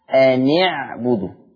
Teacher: القاعدة العامة عندنا في حفص عن عاصم إن التقى ساكن بساكن فيتم تحريك الساكن الأول بالكسر، وهي قاعدة أم في رواية حفص. فبقول قرأ حفص بتحريك النون بالكسر بسبب التقاء الساكنين